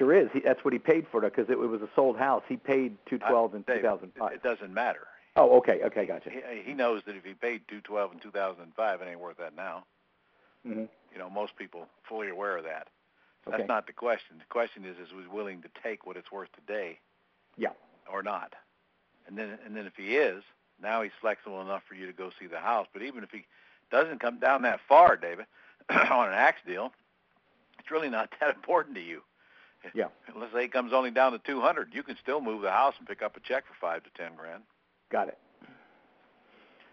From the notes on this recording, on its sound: Q&A Call